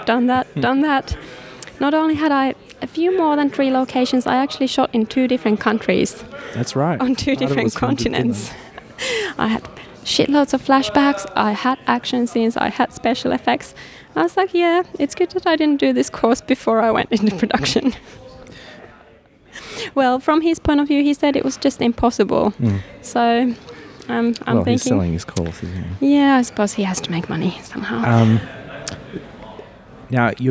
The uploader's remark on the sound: On a recent film adventure to Melbourne I managed to squeeze in a couple of podcasts. In the foyer of the Forum Theatre during the Melbourne International Film Festival.